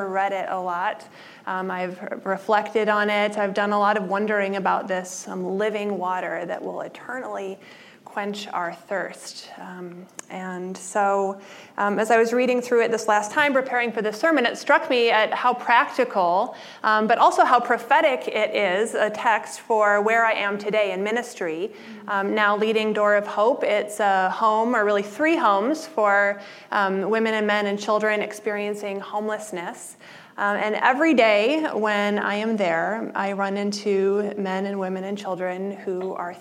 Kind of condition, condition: setting, large echoing room